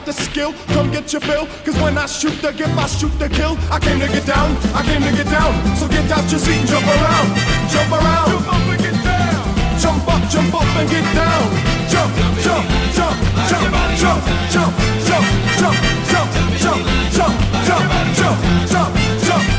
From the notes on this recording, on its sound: This episode was recorded at The Temple of Boom in the Vineyard, Knoxville using a ipad 4th generation with Algoriddim's DJay Pro and a Pioneer Rev-1 dj Controller. Additional editing and vocals added using Audacity Freeware for Noncommercial use.